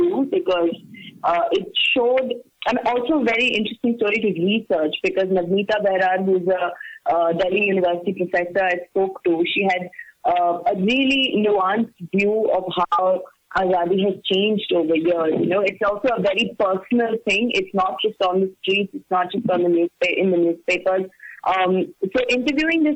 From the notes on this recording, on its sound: join us over the phone